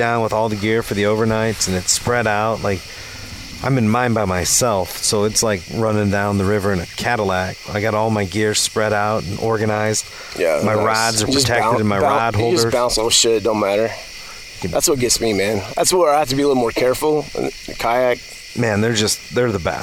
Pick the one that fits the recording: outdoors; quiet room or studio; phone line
outdoors